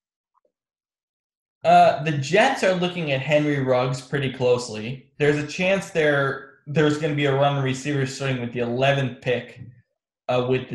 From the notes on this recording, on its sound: on Zoom